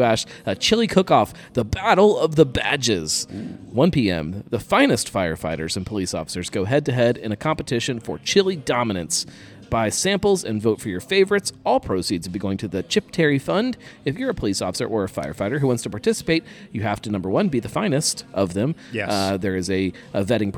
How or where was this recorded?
busy venue